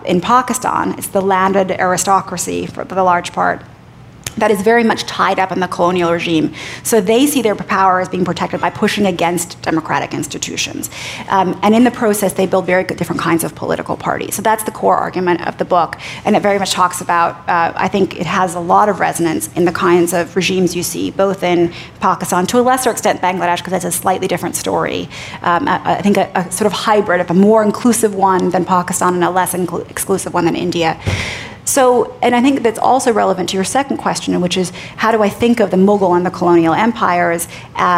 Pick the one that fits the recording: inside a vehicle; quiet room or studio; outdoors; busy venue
busy venue